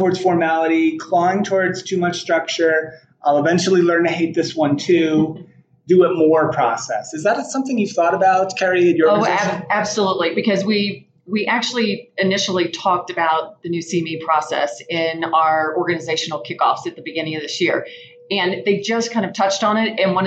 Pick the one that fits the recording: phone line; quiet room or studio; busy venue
busy venue